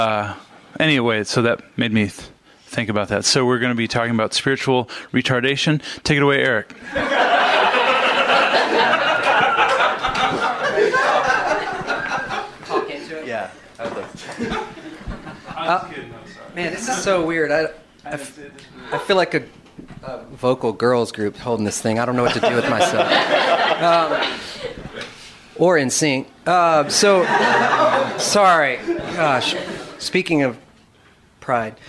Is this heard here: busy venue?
yes